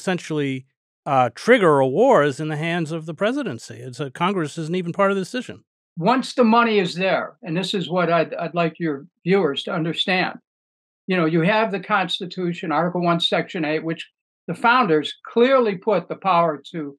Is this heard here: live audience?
no